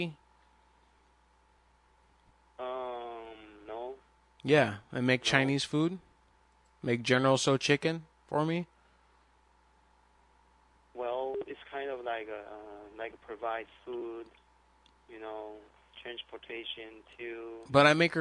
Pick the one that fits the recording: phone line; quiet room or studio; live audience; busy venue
phone line